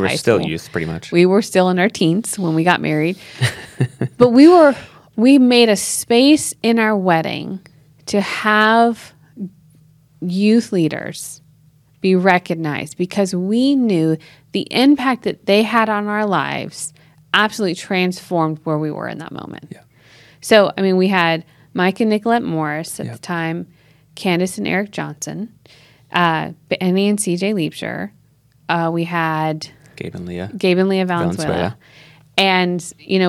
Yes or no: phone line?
no